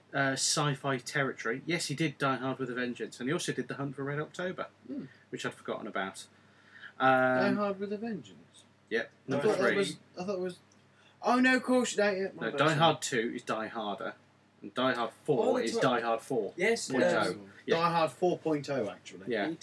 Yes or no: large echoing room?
no